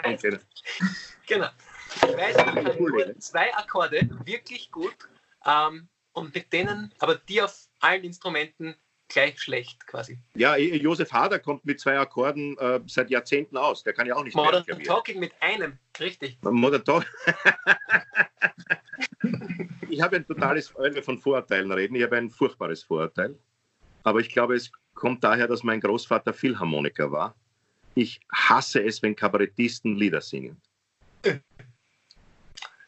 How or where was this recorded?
video call